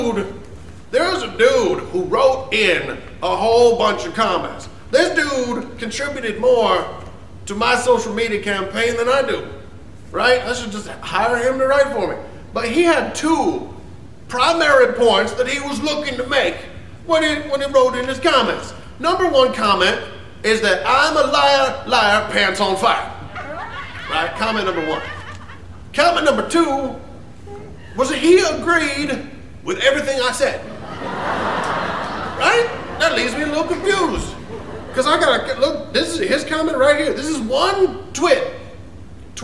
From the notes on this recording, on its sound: Live from the Underground. Performed to a sold out crowd at the Underground.